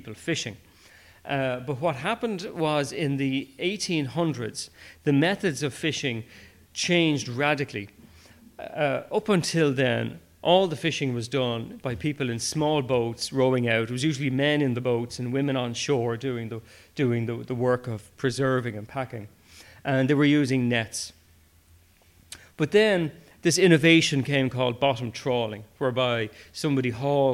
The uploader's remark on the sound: I have brought you a recording of a live talk. The Kildare branch of BirdWatch Ireland. They weren’t planning to stream or even record it.